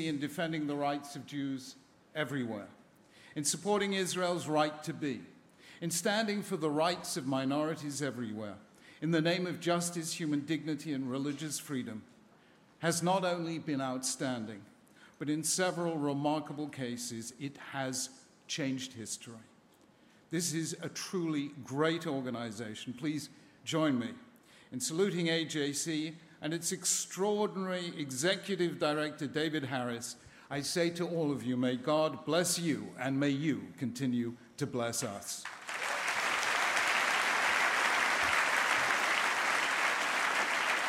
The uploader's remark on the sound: A keynote plenary address at the American Jewish Committee's 2014 Global Forum in Washington, DC.